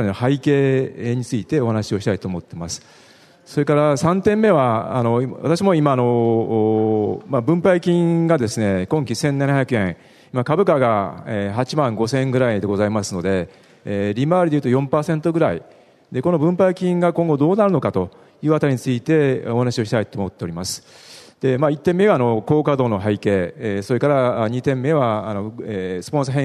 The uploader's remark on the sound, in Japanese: 東京証券取引所で開催した「J-REITファン2016」に登壇した日本賃貸住宅投資法人のIRセミナー。